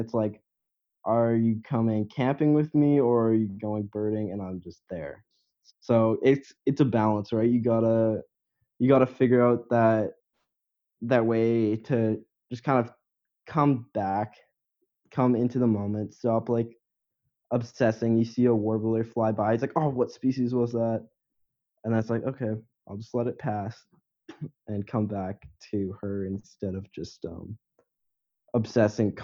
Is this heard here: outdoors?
no